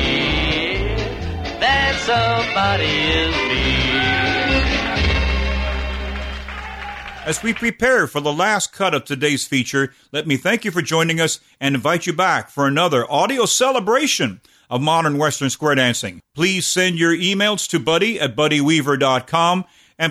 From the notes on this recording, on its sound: Live Dance Recording. Here is a live dance from 1961.